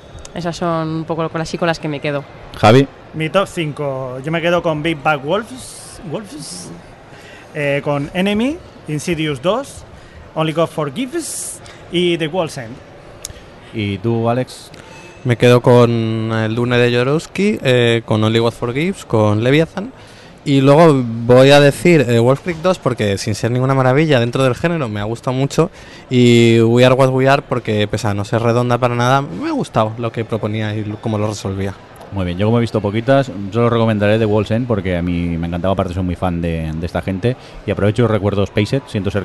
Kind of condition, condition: setting, busy venue